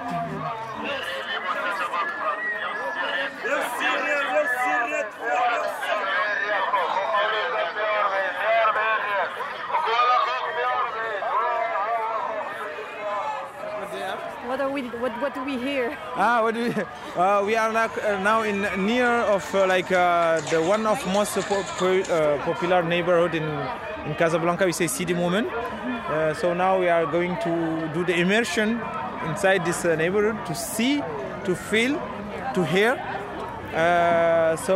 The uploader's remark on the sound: Casablanca: who owns the city #2 Vertical Field Trip. We pick up trash at the shore, circle the lake and have lunch at the central square. We visit a cultural centre, a local market and take a peek at colonial architectural heritage. This soundscape tries to capture the moods, sounds, views and smells of the day that made a big impression on all of us. Bruit du frigo (urban creation collective) at Lac d’Oulfa.